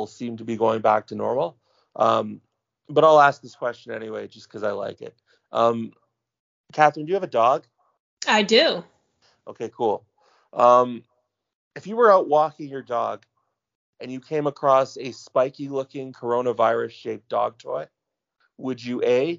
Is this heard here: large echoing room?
no